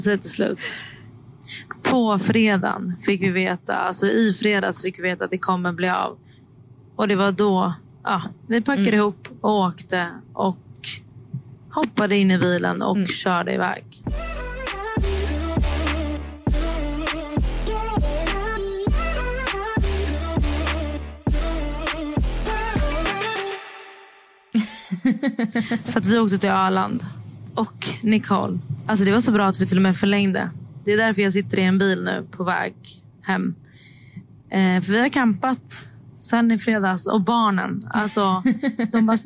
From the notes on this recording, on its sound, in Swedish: Om ni undrar varför ljudet är lite annorlunda i detta avsnitt beror det på att campingexperten poddade från bilen i sann campinganda.